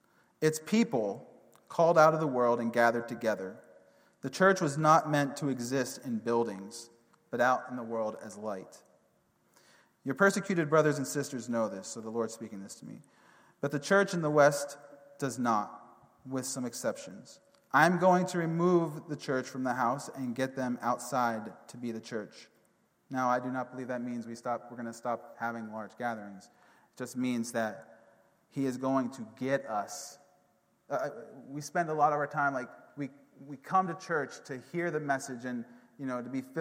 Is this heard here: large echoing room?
yes